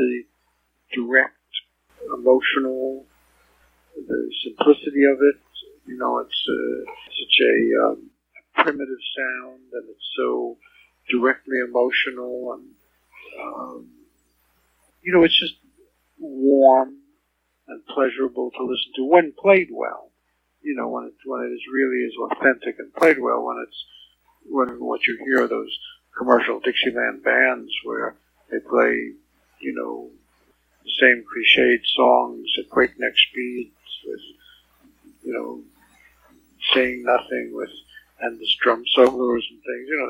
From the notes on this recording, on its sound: This interview was recorded back in 2008. The original recording had a very poor sound quality. Audio restoration was completed greatly improving the clarity.